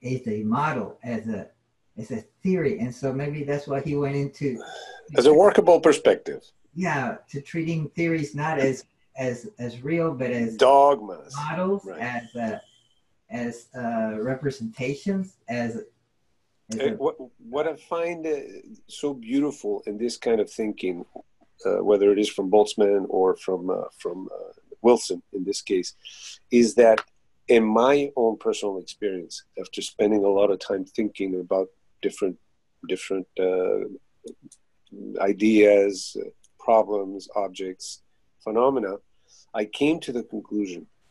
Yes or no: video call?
yes